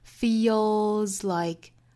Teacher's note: Feel 这个词是紧音，后面来一个舌侧音，最后的 s 读浊音。